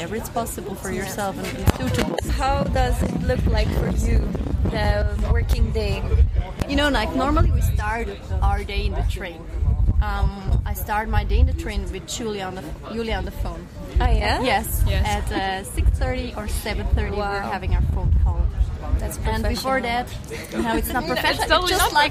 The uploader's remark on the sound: It was a windy day, be aware of the noise!